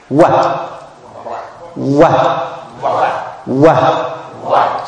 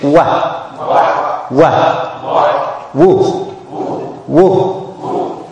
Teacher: So the wa is from the two lips, but the two lips are form a circle. So the unlinked wa is articulated by forming a circle by the two lips, without the two lips meeting completely. So you don't close the two lips, you leave the two lips open.